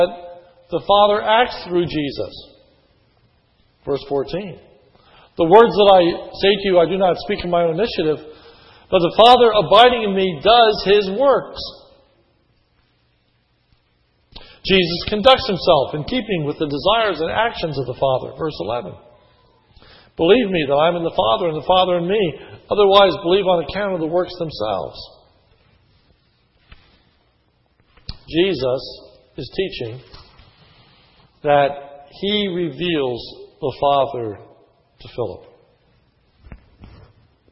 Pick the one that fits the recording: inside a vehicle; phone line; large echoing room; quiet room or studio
large echoing room